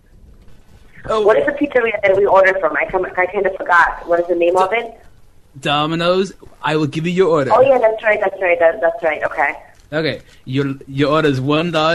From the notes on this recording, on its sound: Prank Phone Calls